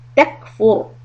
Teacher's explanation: When you stop on the ra, make it heavy. Ra sukun. Before that, if you have dhamma or a fatha, a zabar or a pesh, that ra will be heavy.